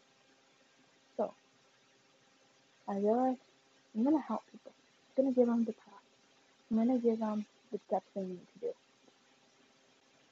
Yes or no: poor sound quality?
yes